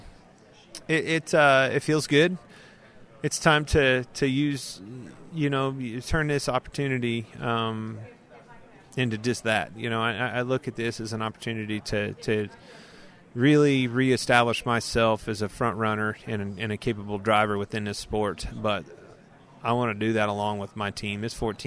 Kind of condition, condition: setting, busy venue